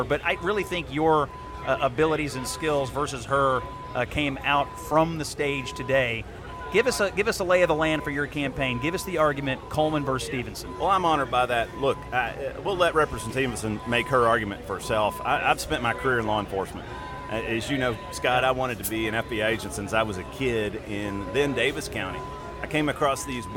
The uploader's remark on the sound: The Flyover Country crew headed down to the Fancy Farm picnic this weekend to bring you a LIVE reaction podcast following the speeches.